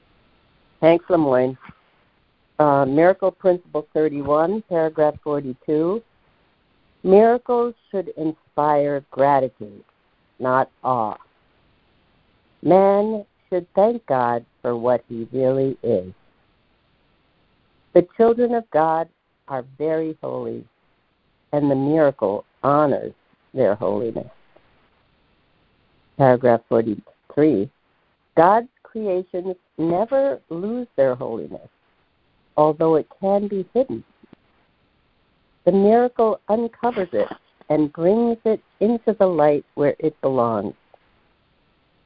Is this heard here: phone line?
yes